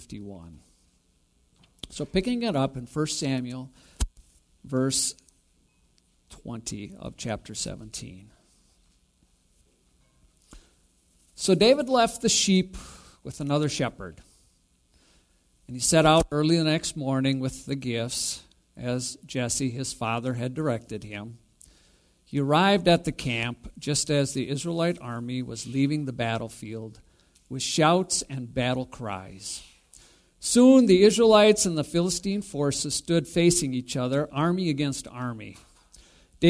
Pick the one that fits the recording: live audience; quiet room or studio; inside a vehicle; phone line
live audience